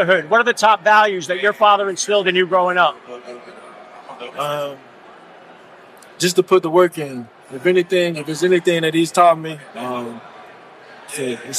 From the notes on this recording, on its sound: Super Bowl 57 Media Day. First Class Fatherhood was live from the Footprint Arena in Phoenix, Arizona.